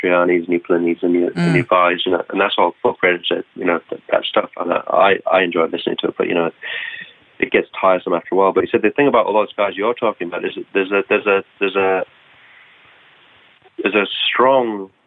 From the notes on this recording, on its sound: A phone interview